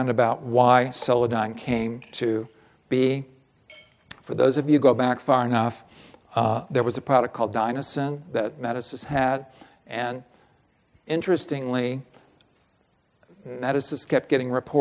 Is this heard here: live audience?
yes